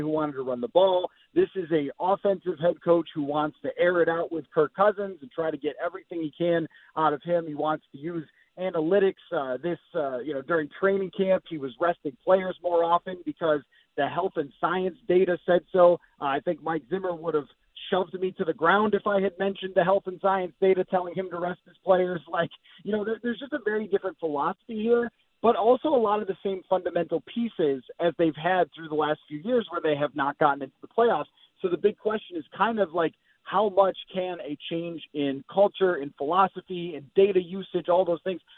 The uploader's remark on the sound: The guys open the phone lines to the people as we get the listeners' opinions on the JT Miller extension.